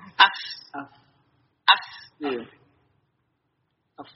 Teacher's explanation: caranya memang dia makhraj bibir tapi gigi depan itu ke bibir bawah